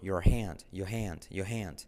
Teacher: Salto la R de your.